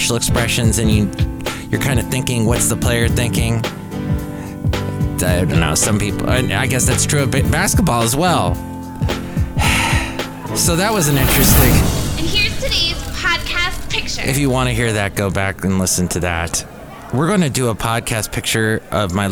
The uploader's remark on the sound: podcasts live from Café Anyway